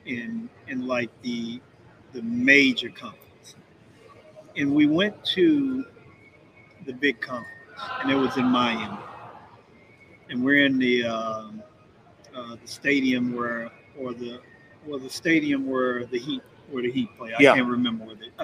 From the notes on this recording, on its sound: Live at Marquee Show 2023.